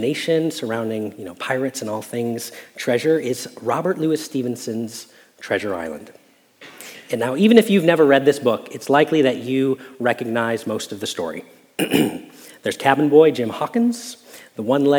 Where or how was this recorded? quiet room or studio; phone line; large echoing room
large echoing room